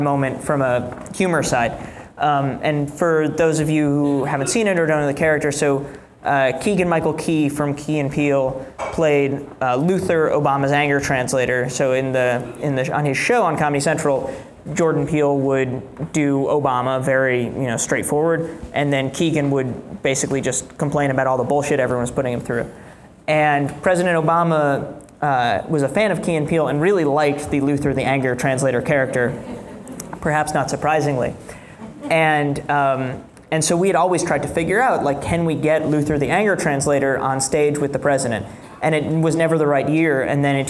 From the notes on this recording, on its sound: In a live discussion in Chicago